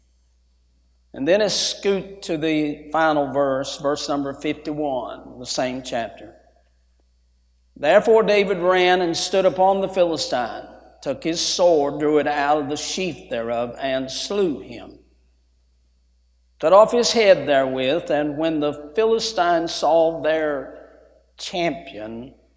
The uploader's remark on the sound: A sermon preached Wednesday Morning during our Spring Jubilee, on March 29, 2023.